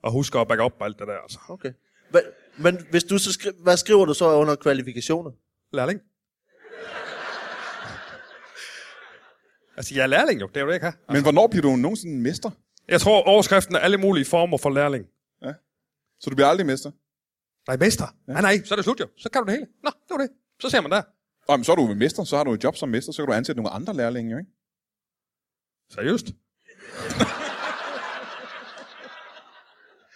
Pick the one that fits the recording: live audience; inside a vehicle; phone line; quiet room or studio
live audience